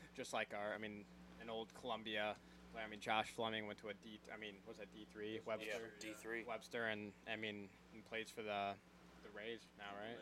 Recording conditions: uneven or low level